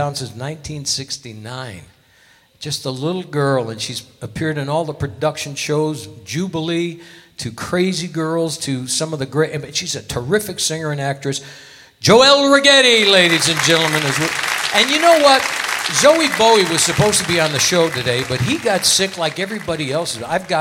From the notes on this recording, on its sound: Live at the SouthPoint Casino.